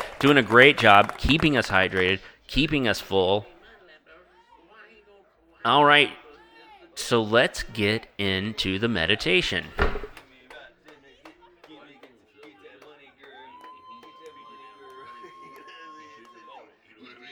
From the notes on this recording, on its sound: Live from Taco Mac (and for a little while two different Zaxby’s)! A large sports bar takes part in a mass mindful mediation experiment.